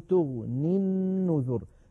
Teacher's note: لكن لما نصلها بالنذر نقول تغني النذر فتسقط الياء لفظا، وكذلك سقطت خطا على نية الوصل، فكتبت في المصحف الشريف من غير ياء في آخر تغني، فلو وقفنا عليها اضطرارا أو اختبارا نقف فما تغن فما تغن، ولا نقول فما تغني على رواية حفص كما أسلفنا.